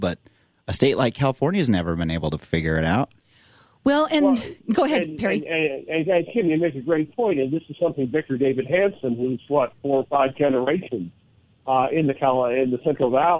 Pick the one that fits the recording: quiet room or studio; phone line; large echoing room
phone line